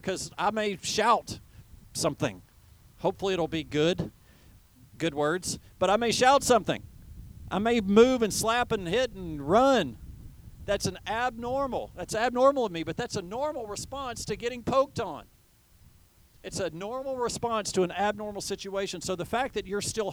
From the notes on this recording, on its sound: teaches outside at a Drive-In Service due to COVID-19